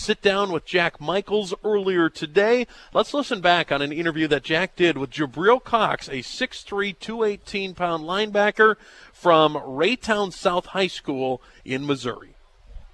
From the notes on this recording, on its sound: live from the Ramada